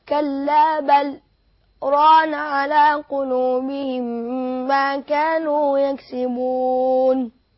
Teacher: السكت هو الوقف على اللام بدون تنفس